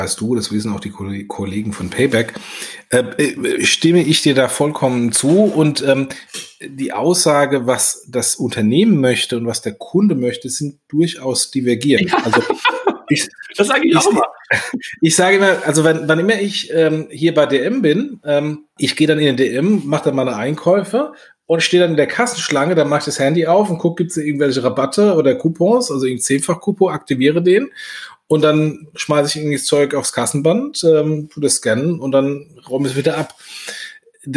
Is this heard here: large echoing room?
no